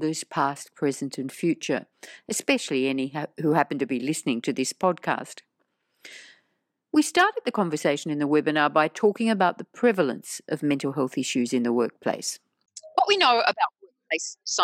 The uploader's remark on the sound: In this podcast, based on a recent webinar.